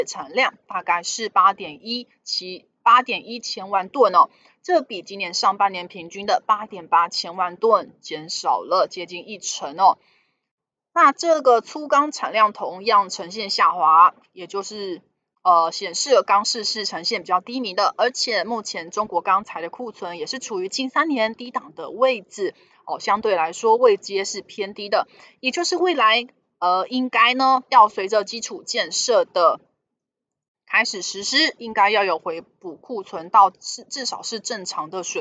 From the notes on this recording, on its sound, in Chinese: 本集有些許雜音，已亟力避免，如有察覺請多多包涵